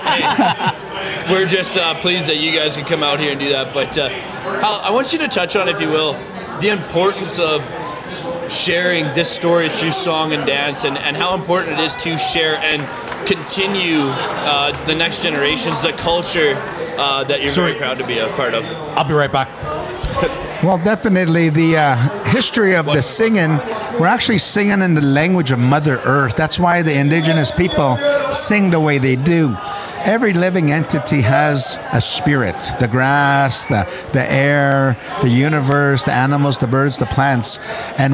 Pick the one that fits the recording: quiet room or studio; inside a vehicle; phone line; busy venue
busy venue